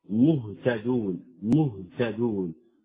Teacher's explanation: عدم ضم الشفتين عند النطق بالهاء الساكنة، عندما تنطق الهاء الساكنة لا تضم الشفتين، خاصة إذا كان قبلها ضم، مهتدون، مهتدون، فيجب أن تنتبه إلى الإسكان، مهتدون، لأنه الضمة مهتدون كأنها مضمومة تظهر مع الضم قبلها.